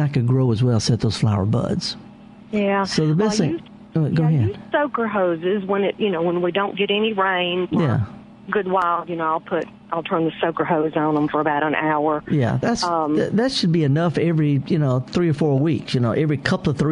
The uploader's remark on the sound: answers your live calls